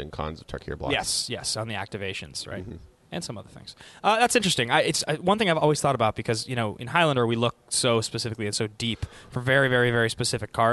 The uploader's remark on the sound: “Live” From the Dallas Toy Fair